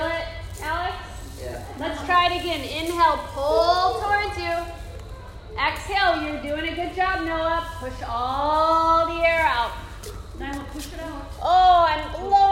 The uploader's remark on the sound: This is a live recording from a 30-minute Super Stretch Mini-Mindfulness & Movement Session for teenagers in ASD/DCD room